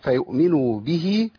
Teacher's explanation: فيؤ همزه ساكنه لابد فيها من قطع الصوت والنفس، ما ينفعش نقول فيؤمنوا، لا ما ينفعش، فيؤمنوا به.